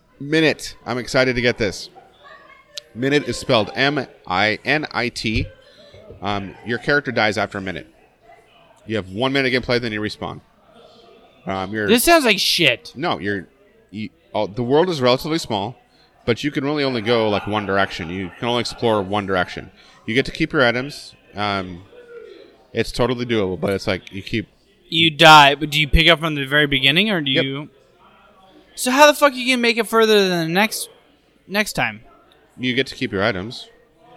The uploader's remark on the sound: This week we are live again from another local tap house.